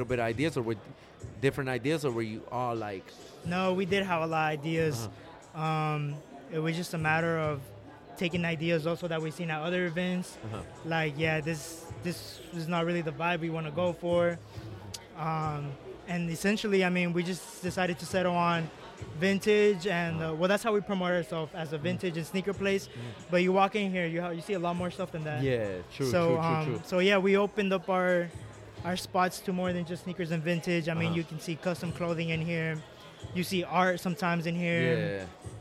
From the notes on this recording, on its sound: Live From 479 swapmeet in springdale ar.